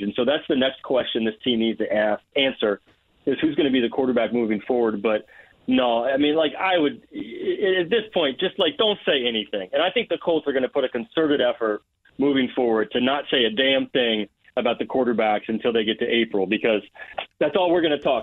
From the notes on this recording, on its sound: Opens the phone lines to get some listeners opinions on the Colts and their new hire!